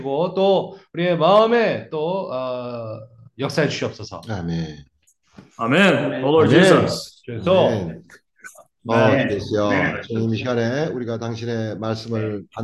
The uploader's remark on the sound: zoom meeting Wednesday